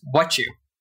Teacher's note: And what do you, because we have T-Y, T-Y a lot of times changes to a ch sound